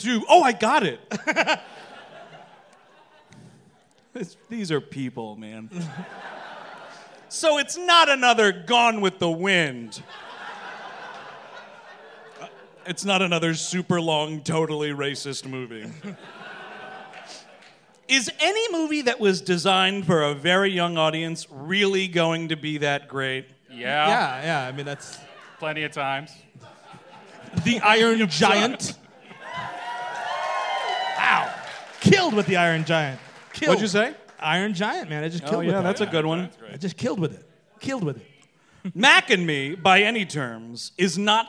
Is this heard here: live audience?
yes